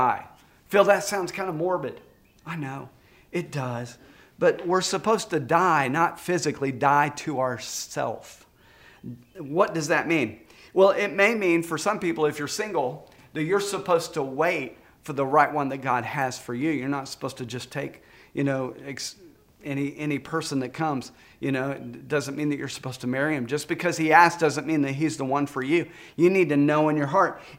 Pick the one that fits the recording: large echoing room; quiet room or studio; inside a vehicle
large echoing room